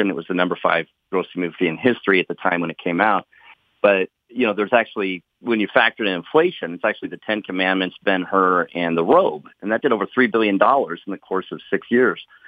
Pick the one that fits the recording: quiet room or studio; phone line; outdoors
phone line